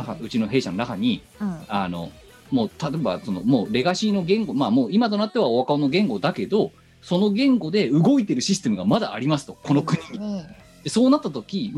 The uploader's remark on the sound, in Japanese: 本番組はリモート収録です。収録時環境の影響により、聴き取り辛い部分があります。